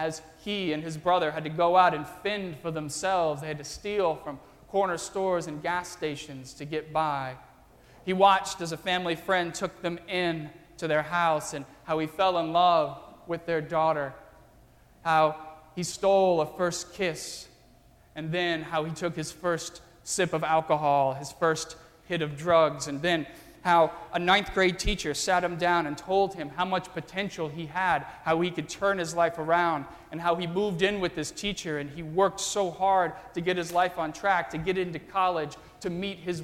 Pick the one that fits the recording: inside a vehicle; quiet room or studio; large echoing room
large echoing room